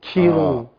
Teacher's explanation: بيعمل همس مبالغ فيه، همس مبالغ كتير قوي يعني، فده خطا وبنسمعه كثيرا.